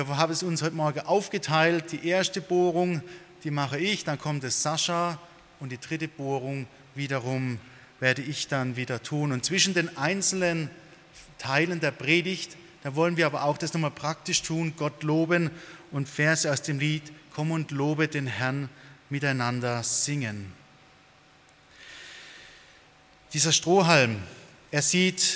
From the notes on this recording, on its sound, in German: Aus dem Gottesdienst der Liebenzeller Mission.